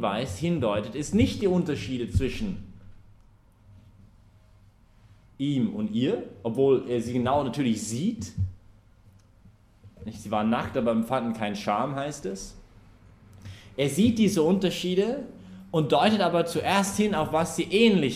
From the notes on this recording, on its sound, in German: Die Predigtserie findet innerhalb der "BeFree Messe für junge Erwachsene" im Zentrum Johannes Paul II.